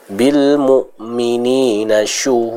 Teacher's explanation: Adapun ketika kita membaca syuhud juga dijelaskan bacaan huruf shinnya ya, bacaan huruf shinnya ya, yaitu dengan tadi adanya sifat tafasyi, adanya udara yang melebur dalam mulut kita dalam pengucapan huruf shin.